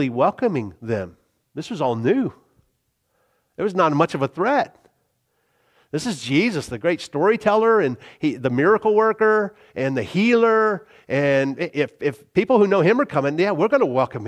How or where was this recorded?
large echoing room